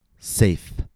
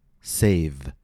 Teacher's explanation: Both words contain the same vowel, A. But perhaps you noticed that the vowel A in the second word was longer. · Shown in: second take · The position of our mouth is exactly the same for both sounds. The only difference is the difference in voicing, F being voiceless and V being voiced. So one of the main differences between the words safe and save is this difference in voicing. · Term: longer vowel, voiceless and voiced pair